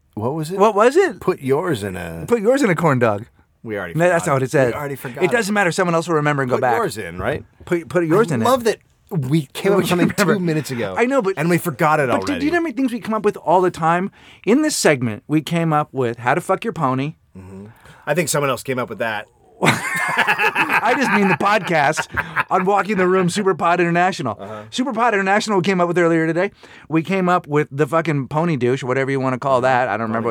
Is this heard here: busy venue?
no